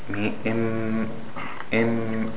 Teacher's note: the letter Meem, which is a letter that is pronounced from the nasal cavity, the Khayshum, and also it begins with the lips. Meem, im, so it begins with the lips, but then it comes out from the nasal cavity.